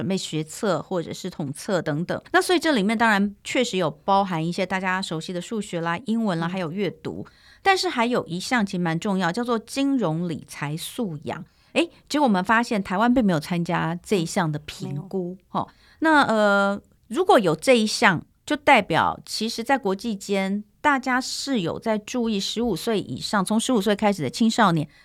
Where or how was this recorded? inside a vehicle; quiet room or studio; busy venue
quiet room or studio